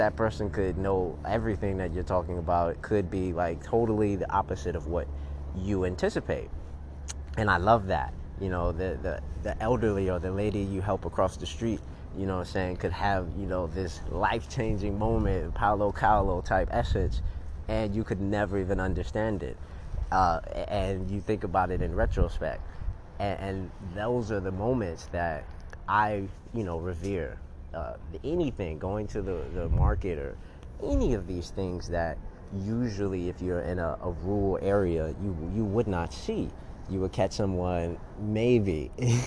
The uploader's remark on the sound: On the street recording